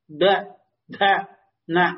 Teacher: பல்லுலேந்து த, த, அந்த நாக்கு பல்லுல ஒட்டிக்கும்